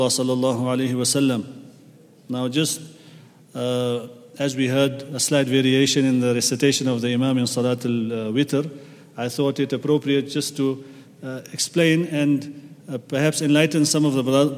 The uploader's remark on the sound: at the Houghton Masjid (West Street)